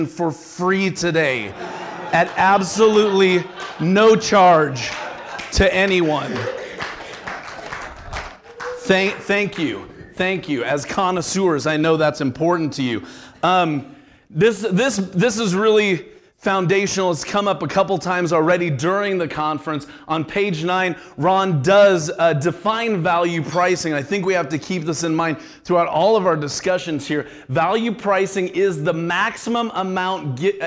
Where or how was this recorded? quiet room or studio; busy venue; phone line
busy venue